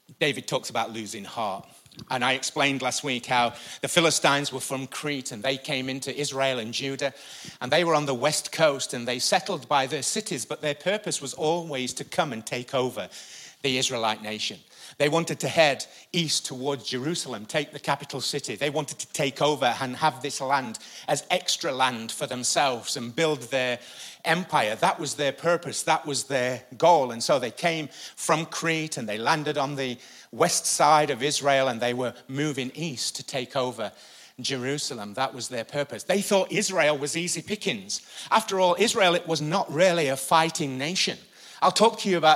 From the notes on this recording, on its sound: Recorded live at the Chesterfield Campus this is the message from the morning service on the 14th July 19.